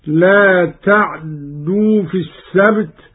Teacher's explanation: قرأ قالون: لا تعدوا في السبت، بإسكان العين واختلاسها هكذا: لا تعدوا في السبت، وقلنا لهم لا تعدوا في السبت. أبدلت التاء دالا وأدغمت في الدال الثانية